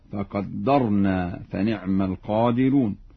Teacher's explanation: يقرأ ورش بتشديد الدال